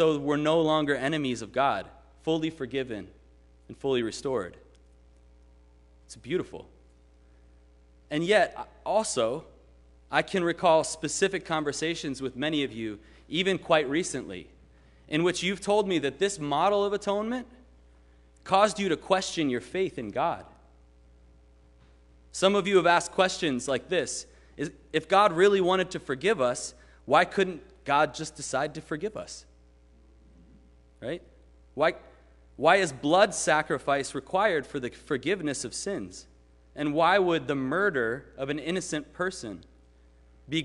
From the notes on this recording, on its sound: Sermon preached at RCHP on March 20, 2022.